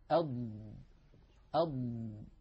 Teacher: تحت تأثير هذا الضغط يندفع اللسان إلى الأمام قليلا، مليمترات بسيطة، يندفع اللسان إلى أن يصل منتهى رأسه، منتهى رأس اللسان، إلى منطقة التقاء اللحم بالأسنان. أضم أضم فقط ولا يزيد، لأننا لو زدنا واستمر اللسان في الخروج لوصل إلى هنا، إلى أطراف الأسنان العليا، وهي منطقة حرف الظاء.